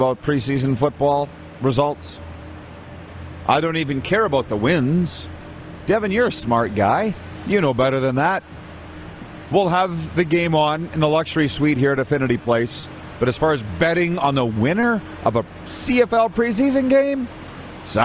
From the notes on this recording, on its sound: We are LIVE from the city of Estevan, Saskatchewan for the 2022 CJHL Centennial Cup Junior Hockey Championship!